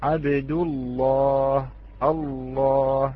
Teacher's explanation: وننظر إلى طريقة تغليظ هذه اللام عندما نقول مثلا عبد الله، نلاحظ وضعية اللسان في تغليظ اللام، وتكلمنا عنها بإسهاب في حروف في سلسلة التجويد، كيف نغلظ اللام وكيف نرققها. فإذا نلاحظ كيف نغلظ هذه اللام في لفظ الجلالة